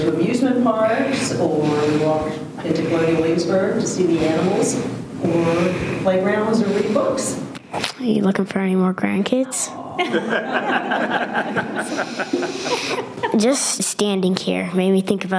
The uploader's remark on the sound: We recorded this one with a live audience in Williamsburg, Virginia. We even hired a stand-up comedian to warm up the audience.